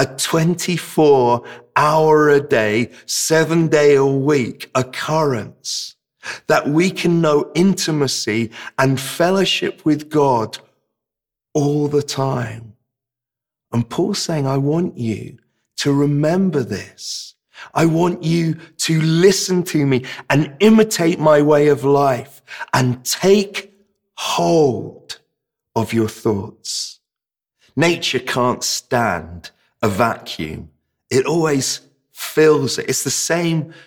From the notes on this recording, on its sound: This sermon was preached at Welcome Baptist Church on Sunday 24th April 2022.